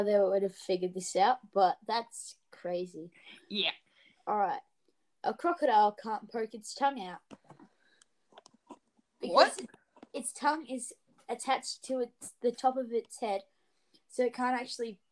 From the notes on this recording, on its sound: if this episode sounds a bit weird it is because of internet issues